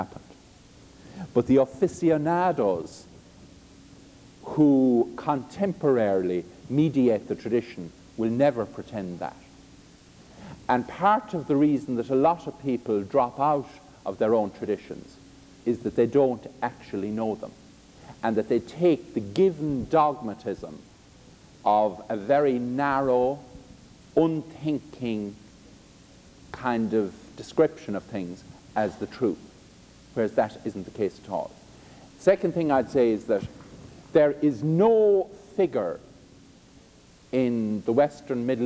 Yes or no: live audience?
yes